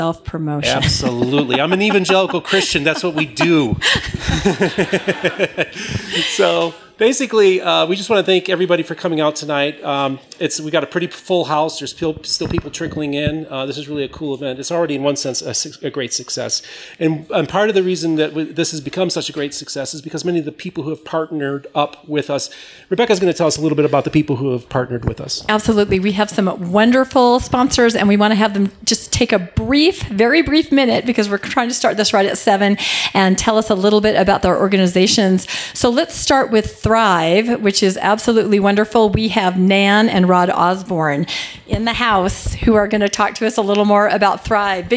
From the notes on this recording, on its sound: The podcast is the recorded pre-show and Q&A.